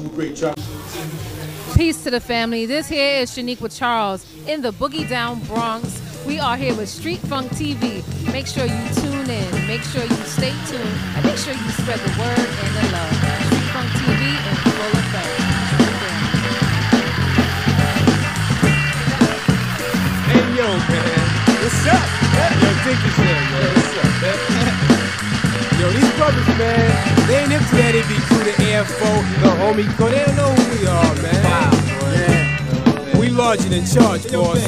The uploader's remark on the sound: Via phone call in from ORANGEBURG SOUTH CAROLINA.